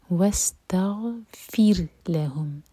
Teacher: وستغفر لہم سین پر سیٹی والی آواز غین ساکن پر جھٹکا نہ ہو اور را پر سکون ہے اس سے پہلے کسرہ ہے تو را باریک ہوگا